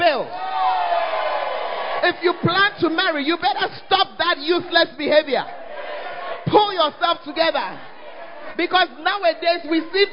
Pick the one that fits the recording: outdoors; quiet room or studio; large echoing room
large echoing room